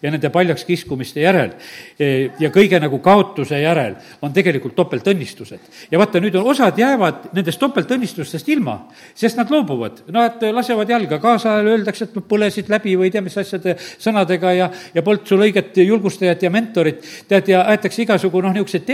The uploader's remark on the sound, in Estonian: Audio salvestus koosolekult